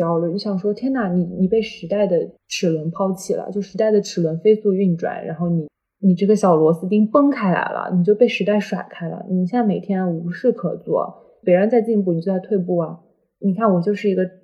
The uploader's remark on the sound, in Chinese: 本期音质确实不佳。